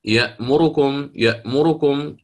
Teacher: الحيز الزمني الذي سيأخذه الراء هنا، حرف الراء المضموم، سيكون أقل من حرف الميم المضموم قبلها. يأمركم، يأمركم، يسرع فيها، تمام؟ · Term: اختلاس الحركة